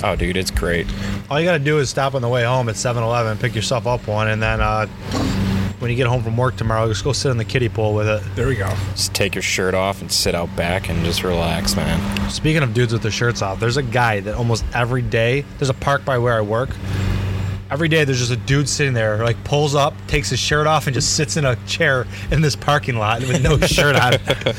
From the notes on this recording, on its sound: Our recording from Community Beer Works new space!